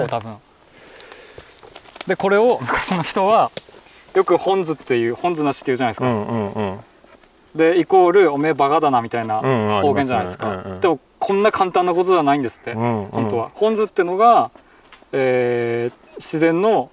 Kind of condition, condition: setting, outdoors